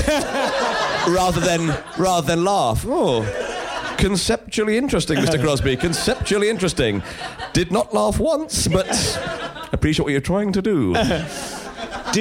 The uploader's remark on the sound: In this live show